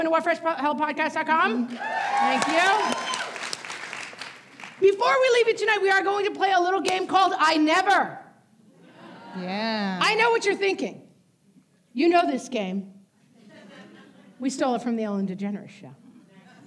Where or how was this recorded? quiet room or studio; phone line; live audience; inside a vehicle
live audience